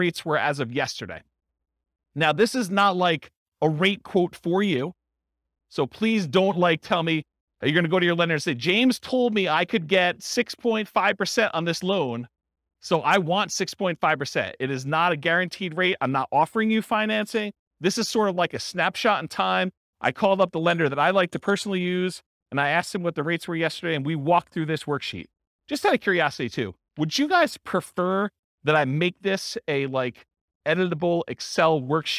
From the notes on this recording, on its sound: This was a live class recorded